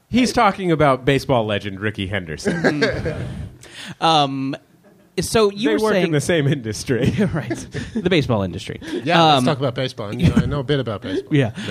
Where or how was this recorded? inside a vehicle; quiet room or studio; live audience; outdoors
live audience